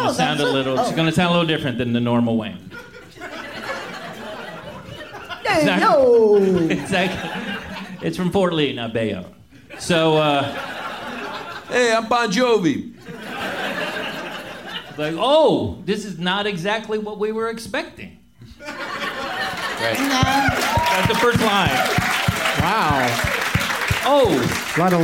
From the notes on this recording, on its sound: Live from Cinefamily